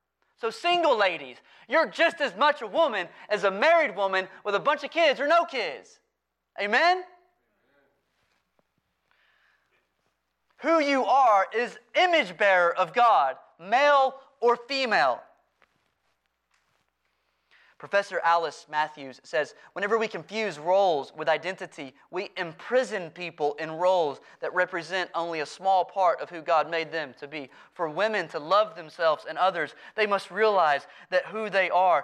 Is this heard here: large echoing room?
yes